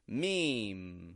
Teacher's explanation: we just get me, and then we hold out an M, a nasal M sound on the ending.